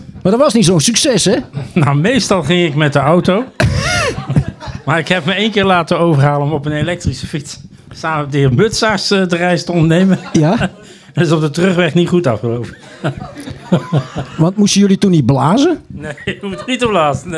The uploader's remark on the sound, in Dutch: Deze 75e aflevering staat in het teken van de afscheidsborrel. Tijdens de afscheidsborrel wordt de Zoemer Live opgenomen met in het punliek alle collega's, oud-collega's en oud studenten.